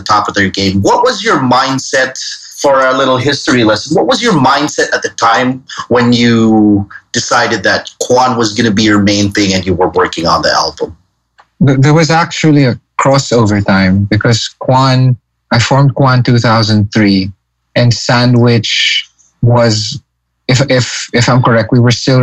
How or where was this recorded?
video call